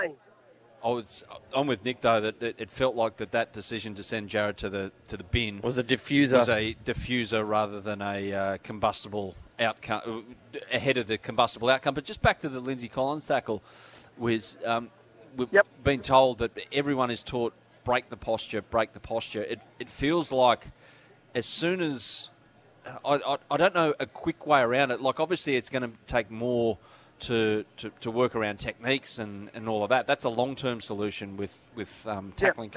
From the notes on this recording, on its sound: Broadcasting live from the Hawkesbury Lifestyle and Leisure centre thanks to Jayco.